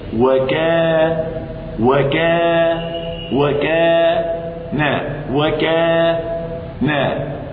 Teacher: طالت زائدة ليست طبيعتها، لكن صاحب الطبيعة السليمة لا يزيدها عن مقدارها، وكأنك تنطق بفتحتين، فتحة الكاف وأطلت الفتحة فولدت ألف · Term: ألف المد